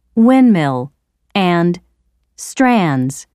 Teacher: In the first two words, the D can be dropped. Again, especially in relaxed or conversational speech. What you might hear is windmill and strands.